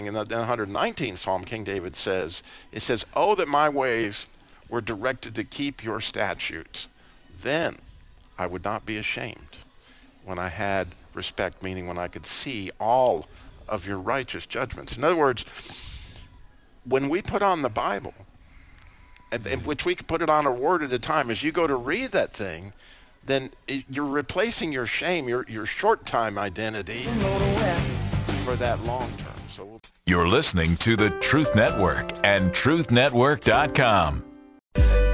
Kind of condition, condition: setting, busy venue